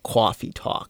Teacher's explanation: where we would have our tongue when we say that vowel is in kind of a lower backer position. It's kind of like where if you were at the doctor and you needed to look down your throat, you'd say, ah.